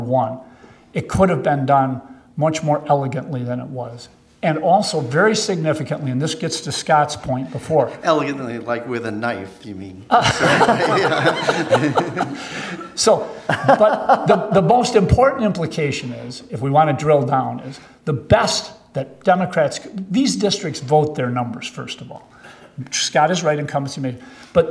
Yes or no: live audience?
yes